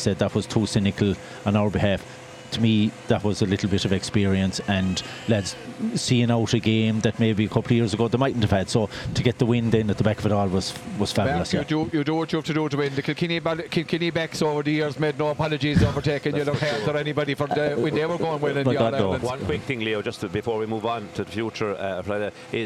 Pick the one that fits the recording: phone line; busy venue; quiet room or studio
busy venue